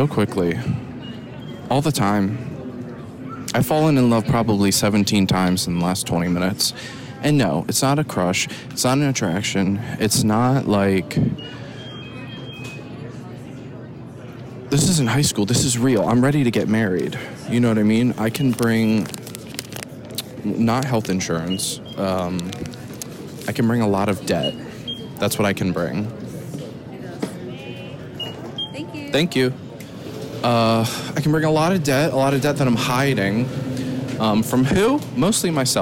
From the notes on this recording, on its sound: I have to board this plane in 5 minutes. Live from the indianapolis airport in canada.